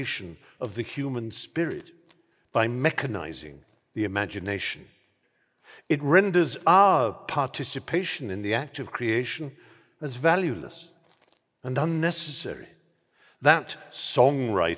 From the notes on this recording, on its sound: performance at Letters Live 10th Anniversary show at the Royal Albert Hall on 16th November 2023